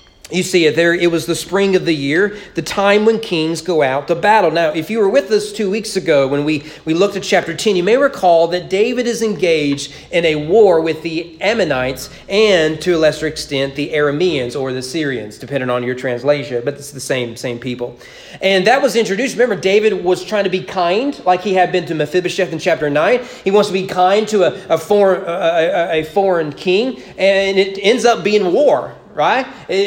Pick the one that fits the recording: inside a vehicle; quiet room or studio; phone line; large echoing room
large echoing room